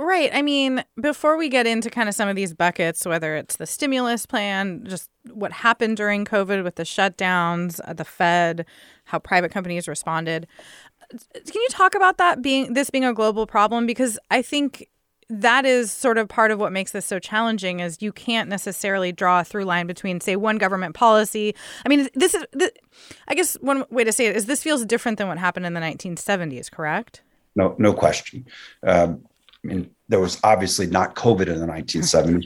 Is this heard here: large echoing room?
no